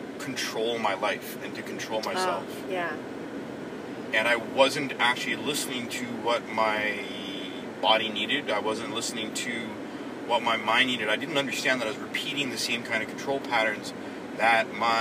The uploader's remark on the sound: recorded on the car ride home from a few hours of R&R at a local beach